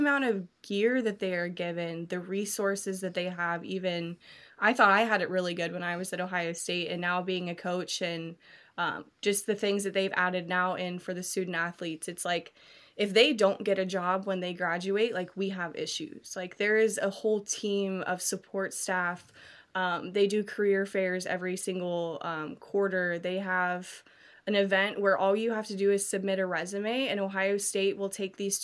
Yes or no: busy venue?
no